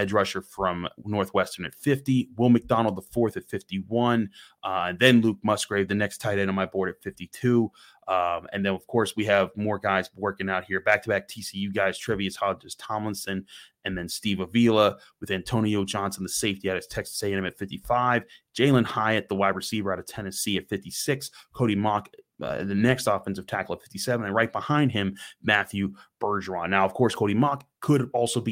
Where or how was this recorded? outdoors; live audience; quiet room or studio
quiet room or studio